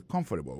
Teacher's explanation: Accent tombé sous premier syllabe.